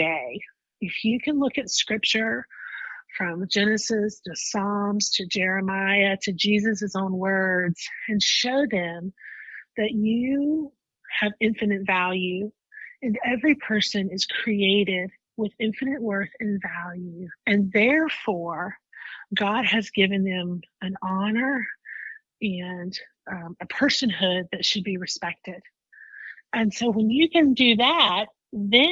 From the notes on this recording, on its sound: Joins us by phone.